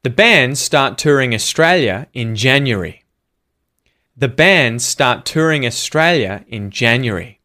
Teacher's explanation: There's a lot of words being stressed here. Band, start, touring, Australia, and January. The verbs and the nouns.